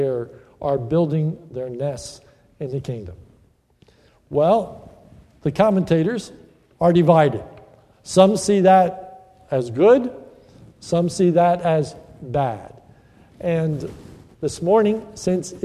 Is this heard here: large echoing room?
yes